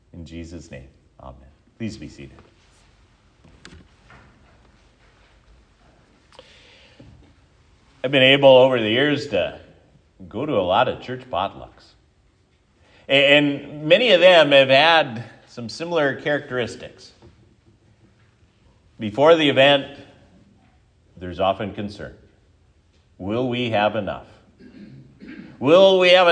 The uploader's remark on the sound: This sermon was given at Triumph Lutheran Church, Ferndale, Washington